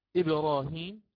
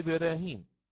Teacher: إبراهيم اسم عجمي كذلك يقرأه بالتفخيم في الراء · Shown in: first take · ولو لم يكن ملحقا بهذا الباب لقرأنا بالترقيق وقلنا إبراهيم.